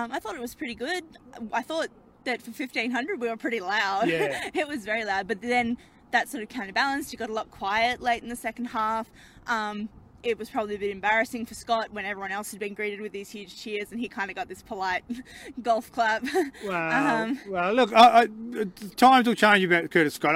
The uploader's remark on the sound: The Greenhouse Live returns to Canberra Stadium for the first time since Round 1.